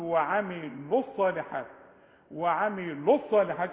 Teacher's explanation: إنما عند الوصل إلغي الواو كأنها غير موجودة